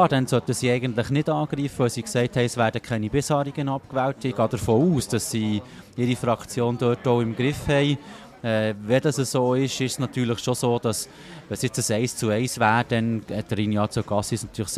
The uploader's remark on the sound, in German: Bern einfach Live aus der Bellevue-Bar.